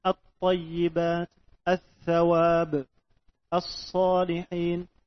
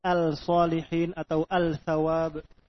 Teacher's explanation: Dinamakan dengan demikian lam syamsi atau idgham syamsi dikarenakan tidak jelasnya lam, bahkan tidak dibaca dikarenakan dia melebur kepada huruf yang datang setelahnya · Shown in: first take